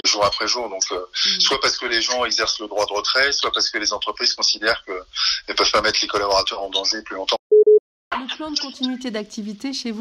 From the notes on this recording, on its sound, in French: Nous avons joint par téléphone.